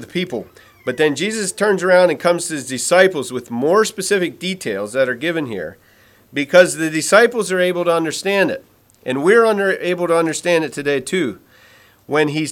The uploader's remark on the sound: Message preached at Word of Hope on March 12, 2023